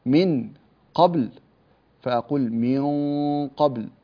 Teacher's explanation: أقصى اللسان يلتصق في الحنك الأعلى عند مخرج القاف · Term: الإخفاء